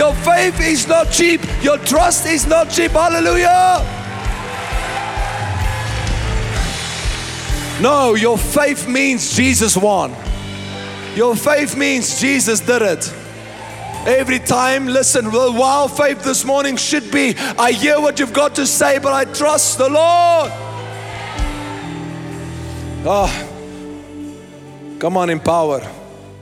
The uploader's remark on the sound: First Fruit Conference | Session 2